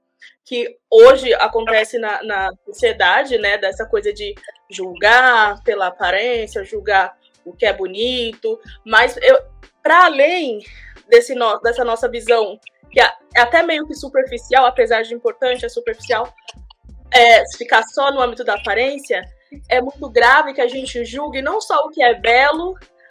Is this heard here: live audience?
no